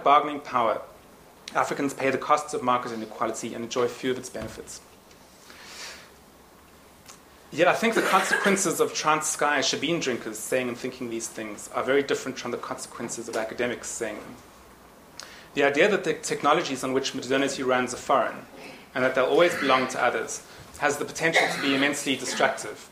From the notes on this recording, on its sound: Annual lecture held on 11th June 2010, Nissan Lecture Theatre, St Antony's College, Oxford University.